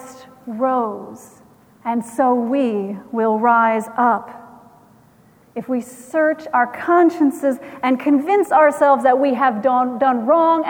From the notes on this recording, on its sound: Recorded April 16, 2017 at Trinity Presbyterian Church in Bixby, Okla.